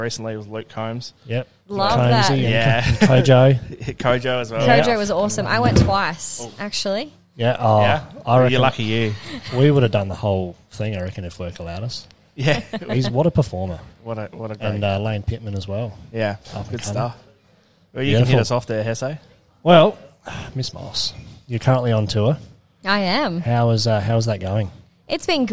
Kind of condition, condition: setting, busy venue